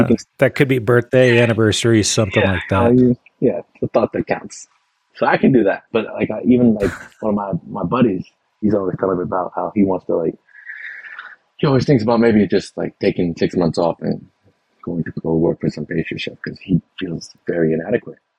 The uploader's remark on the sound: Recorded using Riverside. Recorded using Riverside.FM - The best solution I have found for recording my podcast.